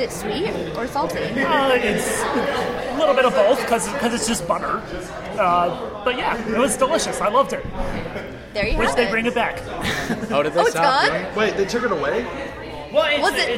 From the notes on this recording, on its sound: This weekend was the Podcast IA meetup at Sherwood Forest Event Center in Windsor Heights. We recorded an episode in the middle of it. We were also livestreaming.